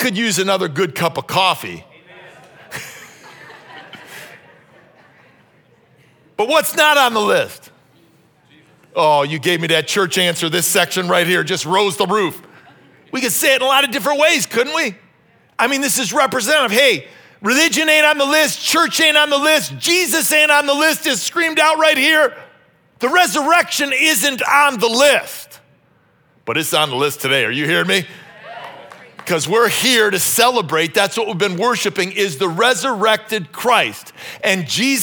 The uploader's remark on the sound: This message was originally preached at Highpoint Church